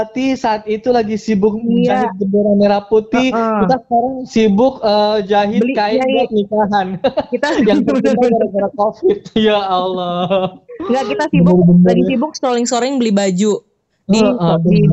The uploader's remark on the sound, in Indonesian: Podcast kali ini direkam secara virtual loh.